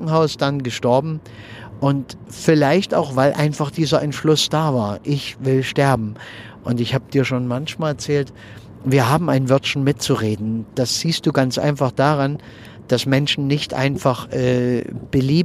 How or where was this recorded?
inside a vehicle